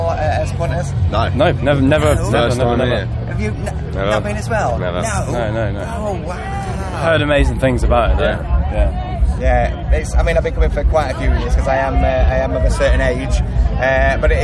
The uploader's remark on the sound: TURS All Talk at Bloodstock 2022